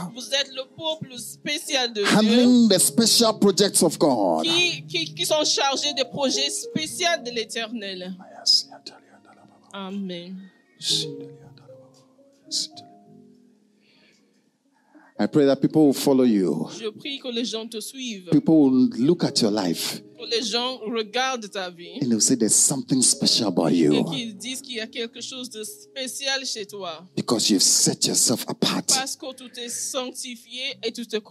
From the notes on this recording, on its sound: Preached during 31st Night Service at FCI Ministries, Rabat, Morocco.